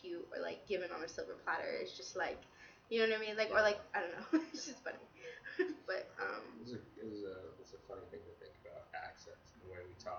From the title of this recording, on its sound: Audio/Sound Probs - BEWARE